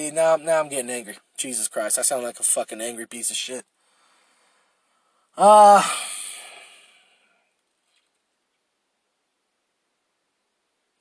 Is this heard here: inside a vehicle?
yes